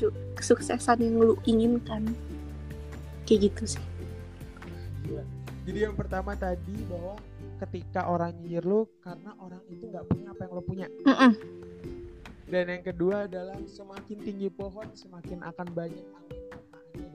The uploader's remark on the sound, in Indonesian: Maaf apabila suara gw yang sangat kecil karna kerusakan pada mic yang baru gw sadari